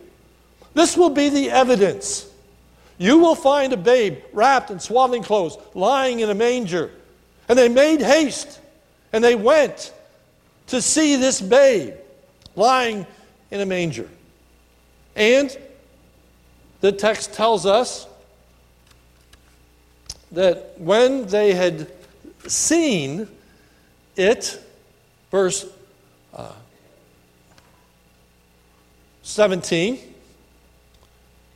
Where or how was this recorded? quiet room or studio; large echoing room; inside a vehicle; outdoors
large echoing room